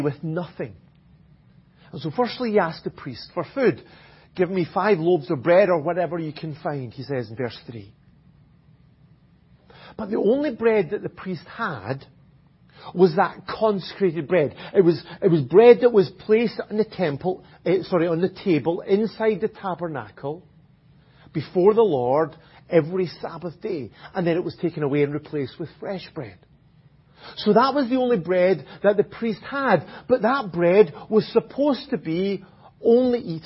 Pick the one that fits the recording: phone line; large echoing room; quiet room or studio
large echoing room